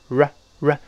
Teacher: 舌尖一直勾回来，指向喉咙的方向，悬空着勾回来，发 r，r，再跟 i 往一块拼。我们读一下两次不好读啊，大师那边。all